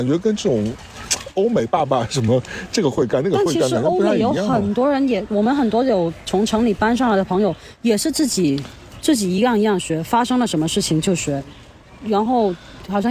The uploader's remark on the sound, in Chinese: 本期纯户外录音，敬请享受水声鸟鸣和小狗戏水的背景音